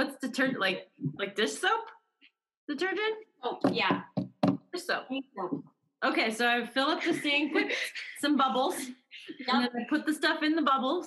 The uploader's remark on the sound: on Zoom